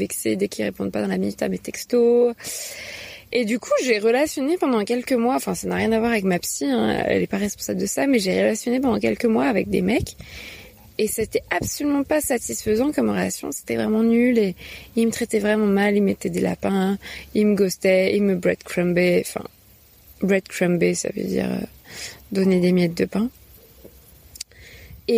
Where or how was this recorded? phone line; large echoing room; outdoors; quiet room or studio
outdoors